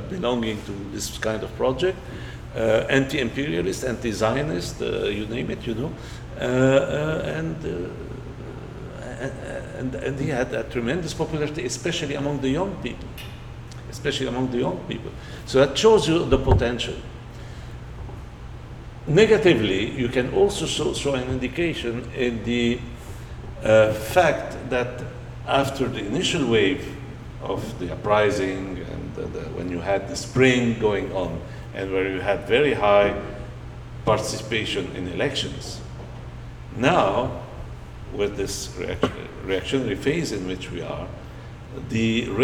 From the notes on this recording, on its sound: Recorded July 10, 2018 at After-Words Books in Chicago.